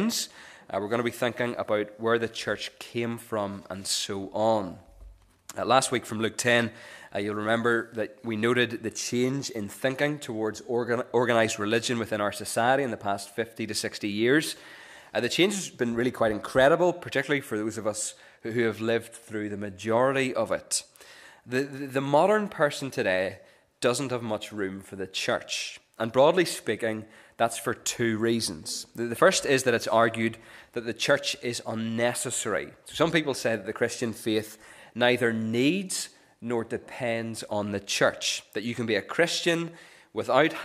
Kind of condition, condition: setting, large echoing room